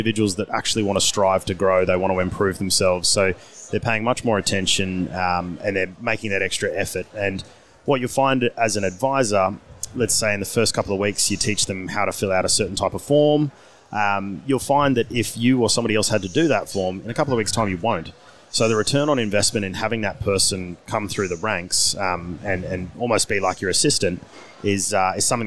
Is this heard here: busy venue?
yes